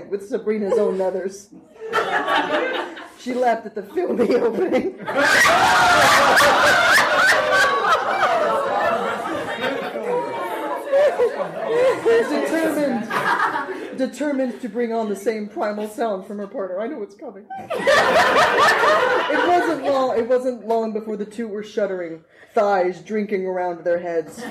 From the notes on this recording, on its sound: Balticon Bonus Episode. Turn sexy scenes into hilarious mad-libs with the help of the audience.